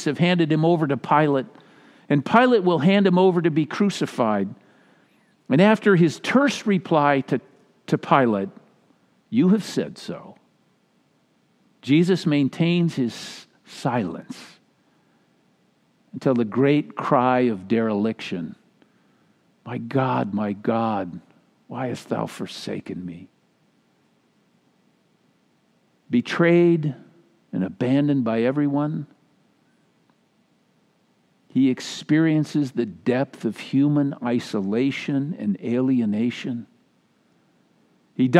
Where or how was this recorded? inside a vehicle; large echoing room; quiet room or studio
large echoing room